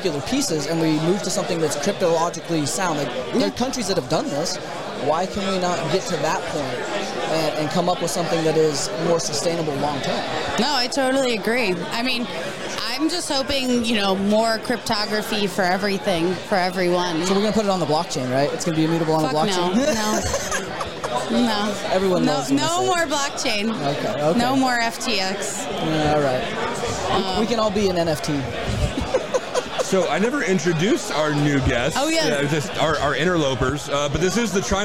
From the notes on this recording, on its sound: Trimarc Live at Shmoocon 2023.